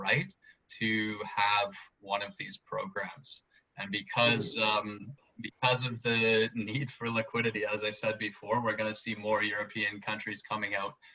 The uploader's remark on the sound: Webinar audio recording dated 20 May 2020.